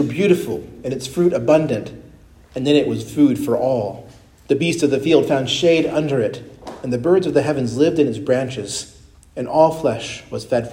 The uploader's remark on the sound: preached at Christ Our Savior Baptist Church